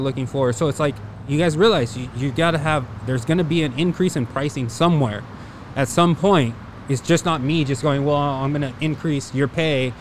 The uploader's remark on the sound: The owners of Poppy + Rose in downtown Los Angeles. We recorded in the back patio of the new restaurant (masked and socially distant mind you) so apologies for any background noise.